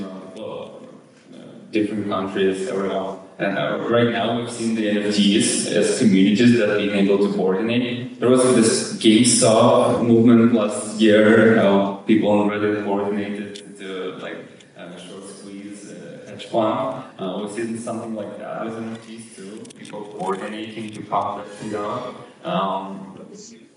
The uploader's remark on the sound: In a conversation live from Town Hall for NFT.NYC!